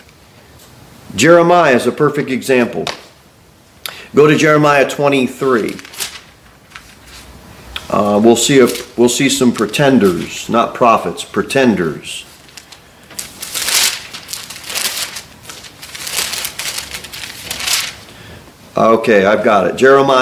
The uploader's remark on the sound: Sermon delivered at Pilgrim Baptist Church